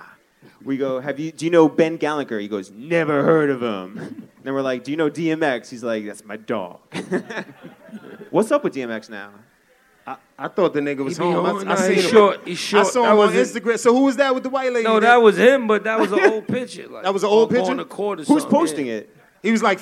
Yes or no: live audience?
yes